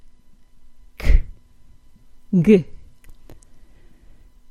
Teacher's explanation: Notice that when we create the G sound, or K sound for that matter, the tongue presses against the soft palate. Then the tongue is released with a little puff of air.